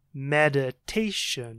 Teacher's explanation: Put more stress on the third syllable.